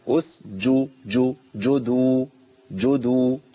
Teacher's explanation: السين من طرف اللسان والجيم من وسط اللسان والدال من طرف لسان ثاني